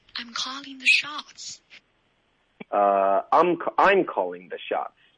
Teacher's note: 要把重音放在 I 上，而不是 call